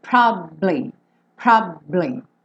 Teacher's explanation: Então, ele faz como se fosse um B, ele fica um pouquinho mais de tempo com o lábio fechado no B